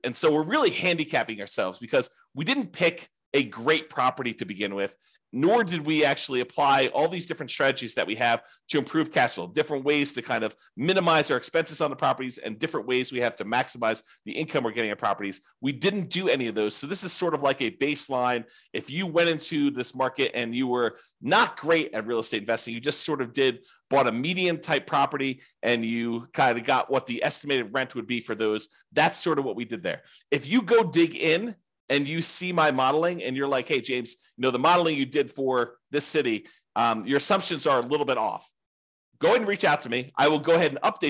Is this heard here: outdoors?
no